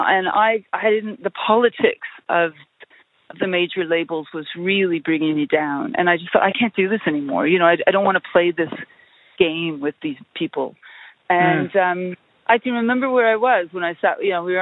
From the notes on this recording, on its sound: A phone conversation